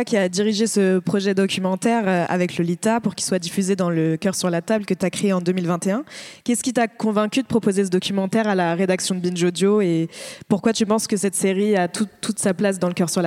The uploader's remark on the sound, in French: Cet épisode bonus a été enregistré à l’occasion de l’écoute en avant-première de « C’est quoi l’amour, maîtresse ? Lors du Festival du Film Féministe des Lilas (93). Théâtre du Garde-Chasse (Les Lilas).